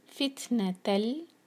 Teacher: تنوین کے بعد لام ہے، ادغام بغیر غنہ کا، نون کی آواز بالکل نہیں آئے گی.